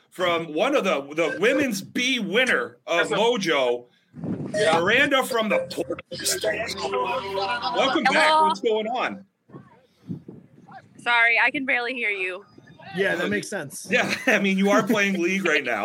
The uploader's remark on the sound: the first live in-game interview